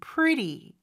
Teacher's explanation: 요 T 발음은 모음 소리 사이에 껴서 real처럼 pretty 이렇게 발음이 됩니다. 그래서 앞에 R하고 요 뒤에 부드러운 발음하고는 좀 구별해서 발음해 주시는 게 좋아요.